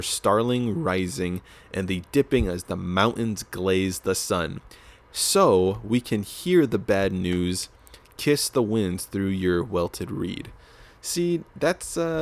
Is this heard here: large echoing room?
no